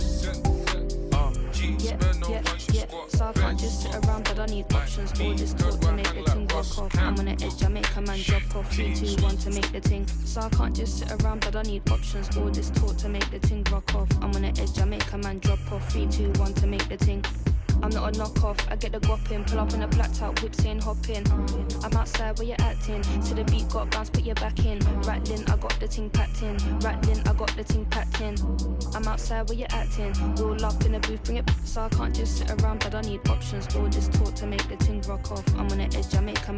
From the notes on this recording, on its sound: live from the arcade